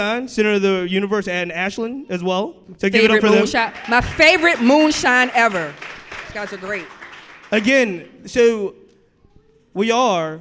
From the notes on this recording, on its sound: WRIR Live. This episode was recorded live at 804RVA in front of a sold-out audience.